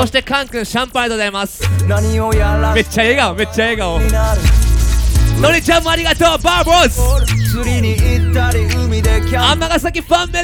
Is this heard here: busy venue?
yes